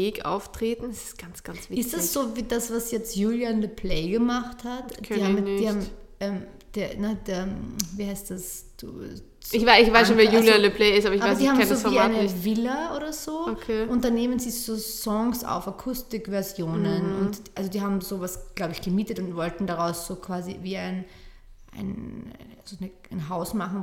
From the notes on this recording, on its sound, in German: Der Sound ist dank Umzug etwas hallig aber daran wird gearbeitet!